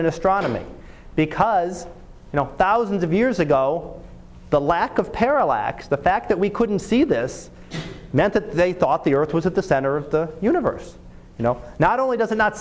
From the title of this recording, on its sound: Live Class Lecture